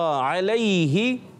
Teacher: حلق کے درمیان والے حصے سے عین ادا ہوتا ہے